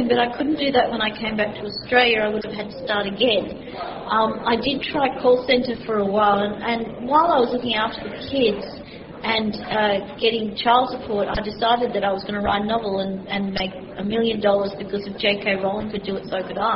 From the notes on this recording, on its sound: This weeks chat was recorded at Swancon. It is a live recording in an auditorium and while the recording is good there is some background noise. At some points members of the audience ask questions and where the mic has picked them up the production team has left them in the recording.